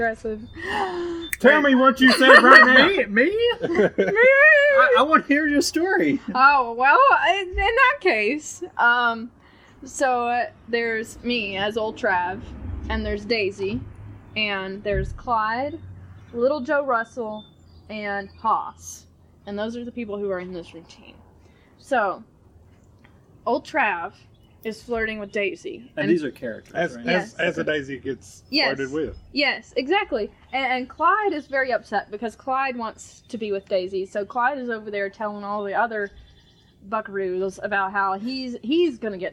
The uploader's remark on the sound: If there was ever a ridiculous episode to record on my back porch this one is it. You get the full audio breakdown of what my back yard sounds like. Lots of super serious art talk, fire sounds, and general shenanigans. The audio for this one starts a bit choppy in the first few minutes but I get it tuned up rather nicely shortly in. Noise gate foolishness.